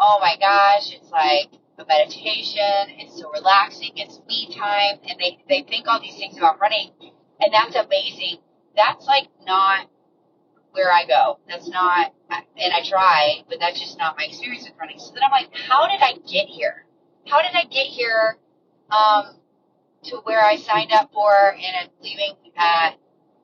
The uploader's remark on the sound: Ignore the car sounds (this won't be a regular thing).